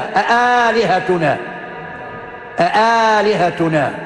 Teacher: طبعا ما فيش إدخال ما بين الهمزة الأولى والهمزة الثانية